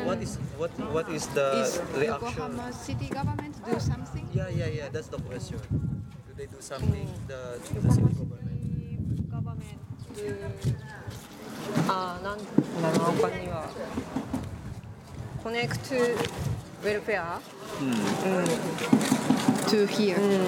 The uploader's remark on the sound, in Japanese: 横浜市中区にある日本三大ドヤ街と言われる。寿町に行きました。風の音やわたしの英語力のなさなどで聞き苦しいところもあるかと思いますが。